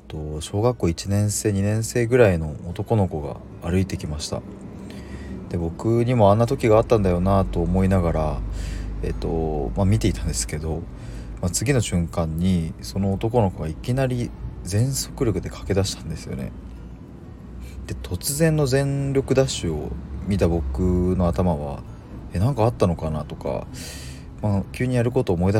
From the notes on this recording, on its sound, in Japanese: 今日は外からの放送なので若干雑音が入りすみません。Stand.fm。